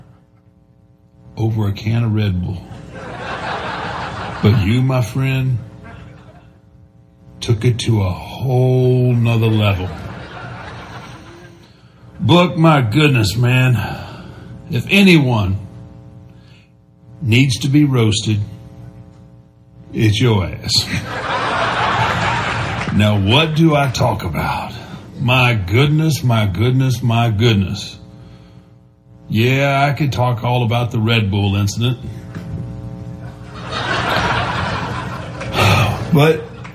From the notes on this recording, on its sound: Recorded at the Houston Improv.